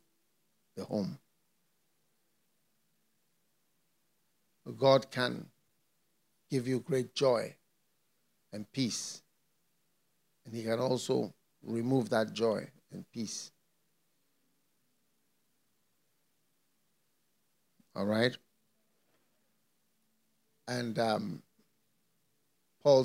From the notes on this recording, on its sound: Preached at the FLOW Church Service.